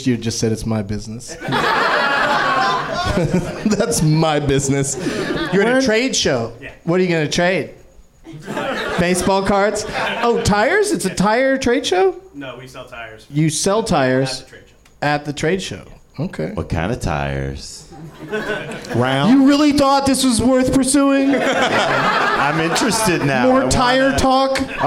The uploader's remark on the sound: Live from the NerdMelt Showroom in LA